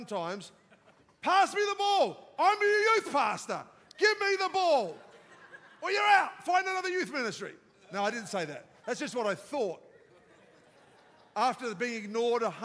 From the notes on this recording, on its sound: live from our 10am service at our Alpharetta campus